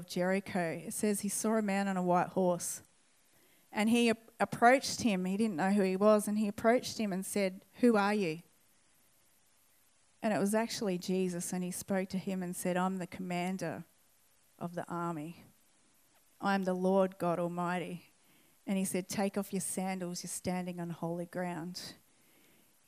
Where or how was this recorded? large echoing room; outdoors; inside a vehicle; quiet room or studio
large echoing room